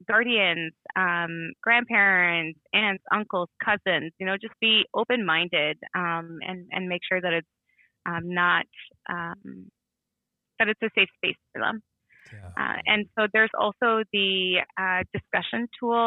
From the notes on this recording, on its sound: We're here on the phone